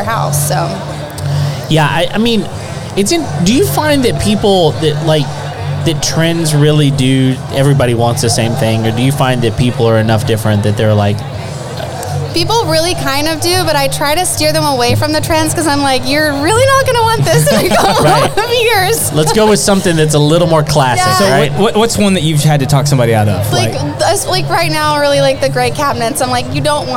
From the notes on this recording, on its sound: LIVE at Sawyer Park. At a live event in Spring TX.